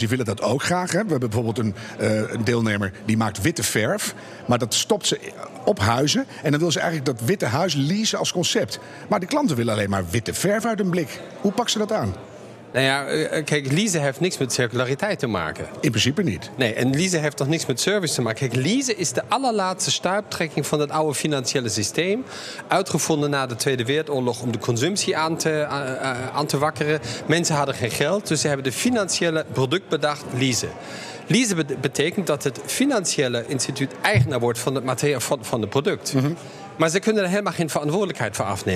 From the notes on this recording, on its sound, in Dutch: Live vanuit Circl op de Zuid-as.